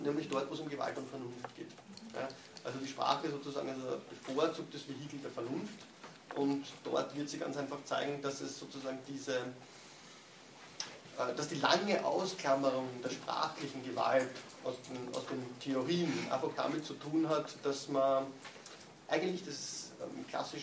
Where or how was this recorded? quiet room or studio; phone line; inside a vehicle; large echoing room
large echoing room